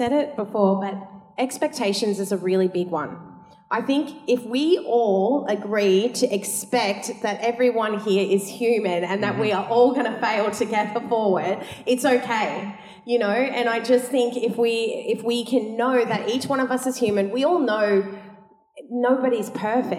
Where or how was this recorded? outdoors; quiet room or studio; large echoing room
large echoing room